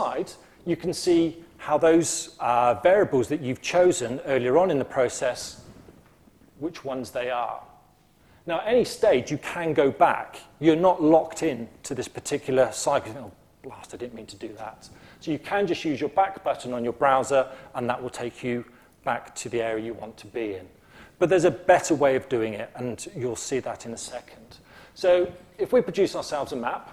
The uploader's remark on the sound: speaking at the launch of the 2009 UK Climate Projections in Oxford